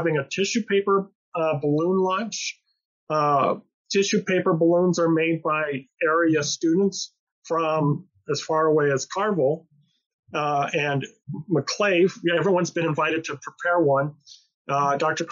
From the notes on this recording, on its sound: Audio from the October 28, 2021 La Junta Chamber of Commerce Business Lunch and Talk Zoom Meeting.